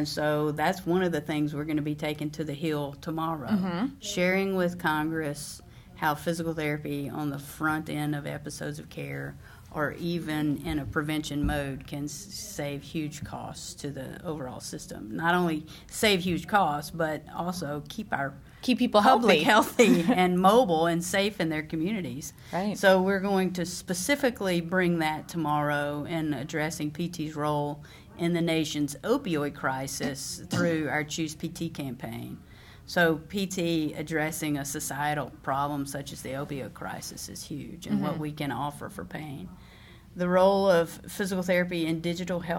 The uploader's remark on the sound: LIVE from Washington DC at the Federal Advocacy Forum through the American Physical Therapy Association.